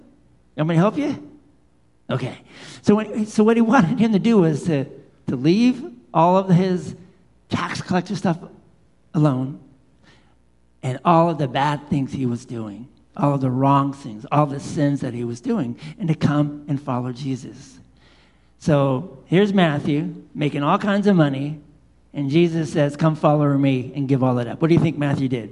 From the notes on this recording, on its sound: Live Worship Service